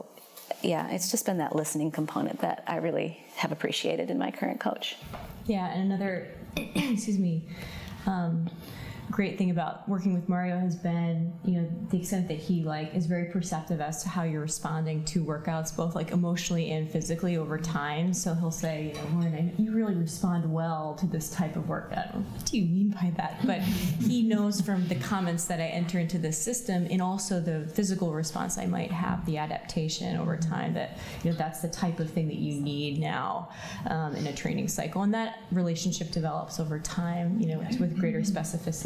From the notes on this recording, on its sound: Our first ever LIVE recording of the Chill Track Friday podcast on Sunday, February 9 at Custom Performance. This is recording captured from six microphones at a live event.